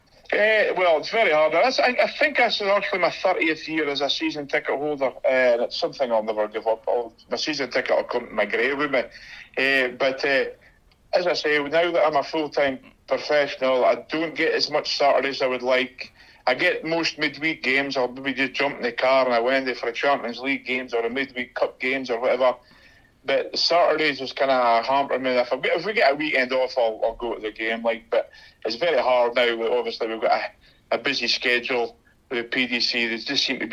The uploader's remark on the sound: gave him a call this morning and recorded a podcast via the GIGPOD Dictaphone!